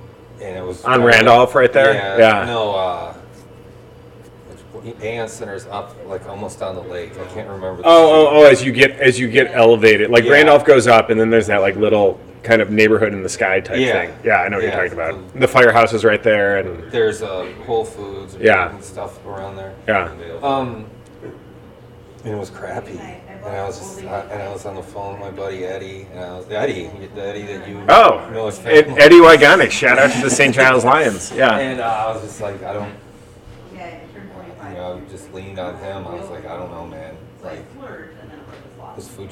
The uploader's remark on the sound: Recorded LIVE in front of a socially distanced audience of patrons!